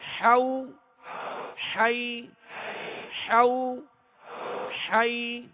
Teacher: ہا کو درمیان حلق سے ادا کریں گے